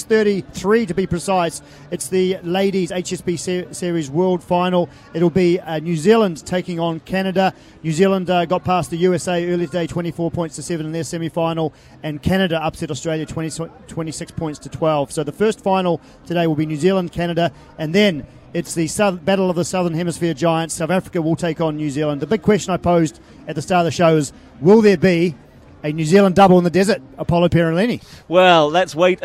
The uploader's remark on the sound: The Grill Live at Rugby 7s. The event to remember is celebrating its 50th anniversary of bringing nail-biting action, great crowds, a party atmosphere, and top class entertainment all together.